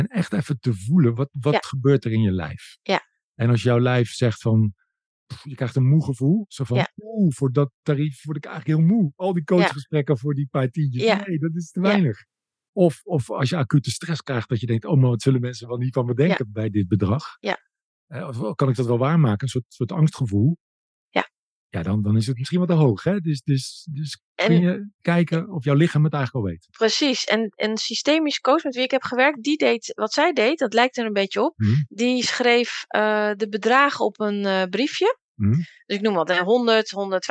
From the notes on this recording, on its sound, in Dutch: heb ik haar via Zoom geïnterviewd